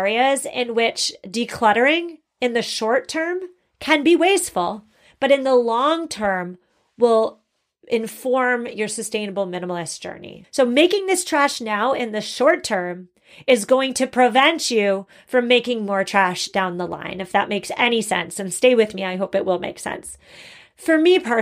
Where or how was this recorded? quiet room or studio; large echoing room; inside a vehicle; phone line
quiet room or studio